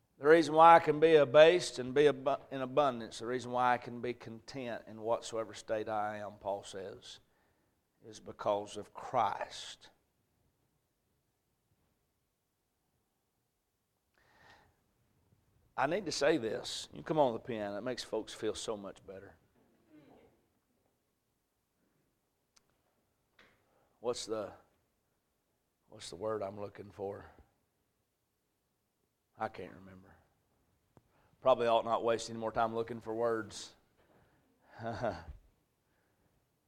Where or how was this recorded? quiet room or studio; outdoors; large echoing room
large echoing room